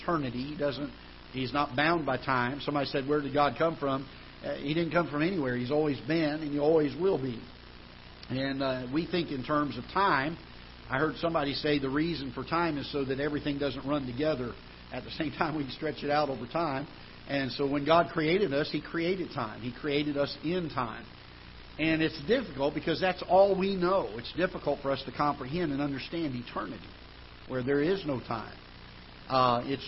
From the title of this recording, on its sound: Ketha Heights Baptist Church ~ Live Broadcast